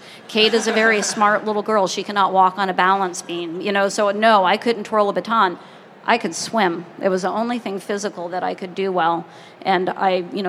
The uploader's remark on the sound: Recorded live in front of an audience at the 2016 American Library Association Annual Conference.